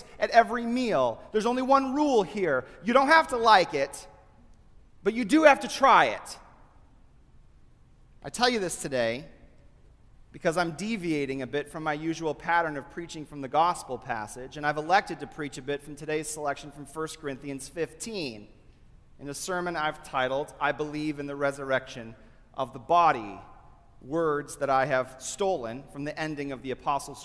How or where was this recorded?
large echoing room